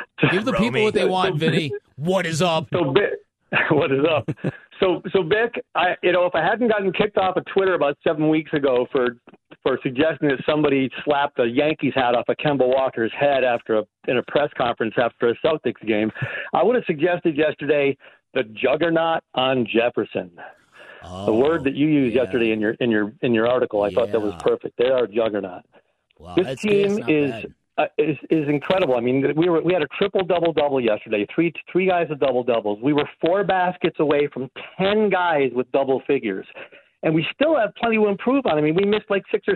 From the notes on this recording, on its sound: Take phone calls from Suns fans.